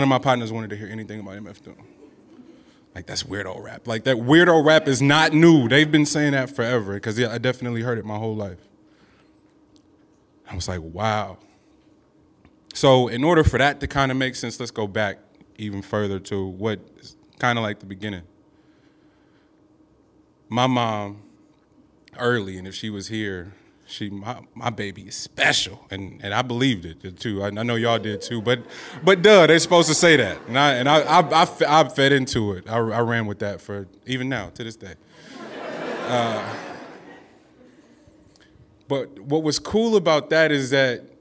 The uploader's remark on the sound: Today we're playing back stories recorded at our last kickback in Oakland. Live shows like this one.